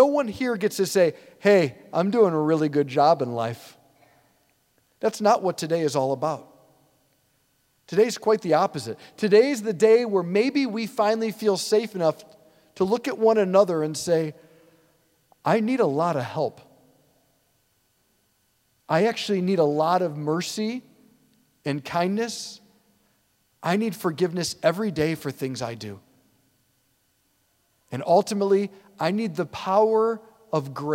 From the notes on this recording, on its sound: preached this homily on February 14, 2024 at St Basil the Great Catholic Church in Brecksville, OH